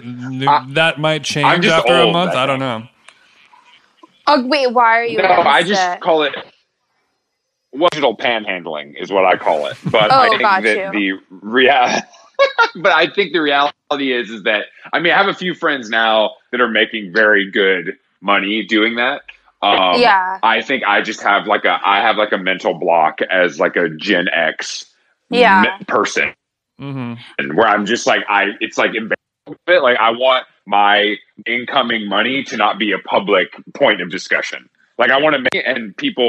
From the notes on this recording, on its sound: She was nice enough to call in from her parents house while standing on some chairs to get better reception.